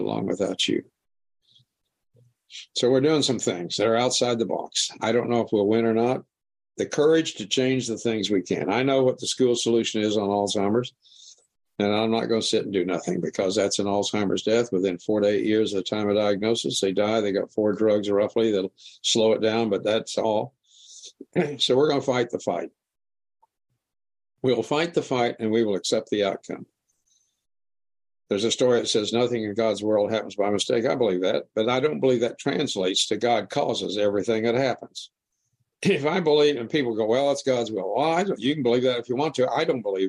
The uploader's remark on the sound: This was recorded at the Magical Mystery Tour zoom meeting in January of 2022.